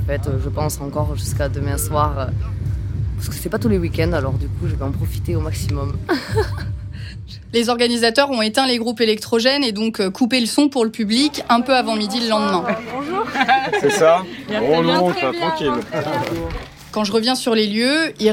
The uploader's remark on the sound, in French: On part en Guyane dans une “free party”. A réussi à enregistrer un reportage dans cette fête clandestine au cœur de la jungle amazonienne.